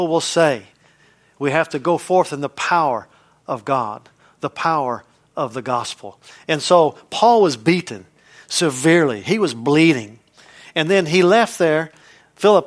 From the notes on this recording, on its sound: from the Wednesday service on June 28, 2023 at Harvest Bible Church in Stockton, CA